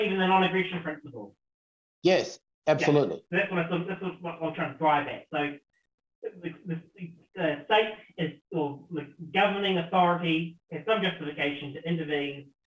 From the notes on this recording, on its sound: forgetting to plug his mic